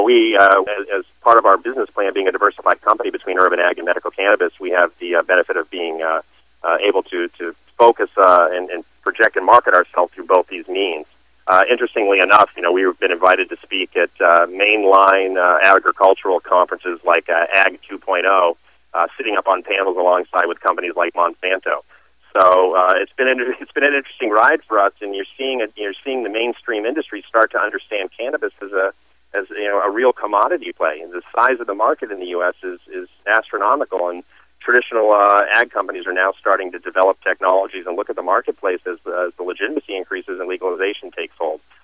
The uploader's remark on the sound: called into SmallCapVoice.